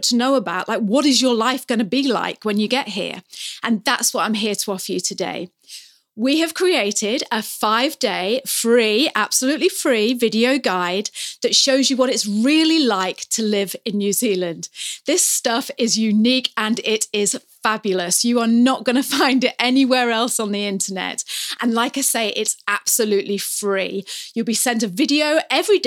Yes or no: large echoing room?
no